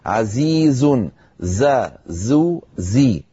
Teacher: لأنه حرف قوي فيه جهر وفيه صفير